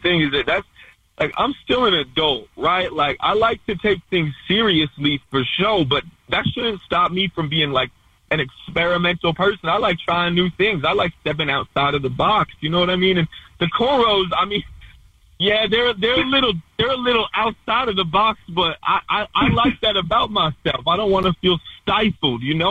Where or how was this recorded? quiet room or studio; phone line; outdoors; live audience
phone line